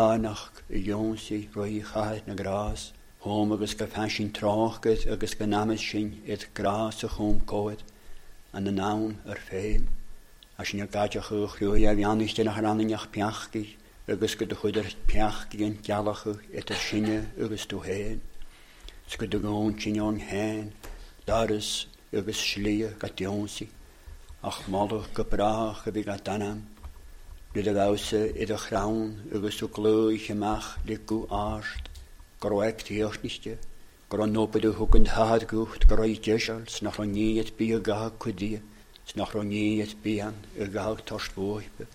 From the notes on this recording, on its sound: recorded at North Harris Free Church